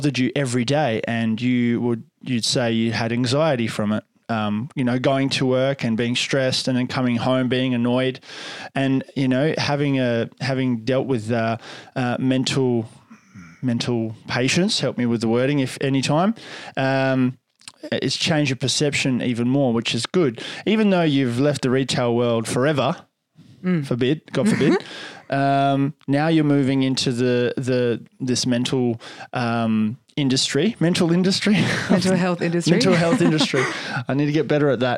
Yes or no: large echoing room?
no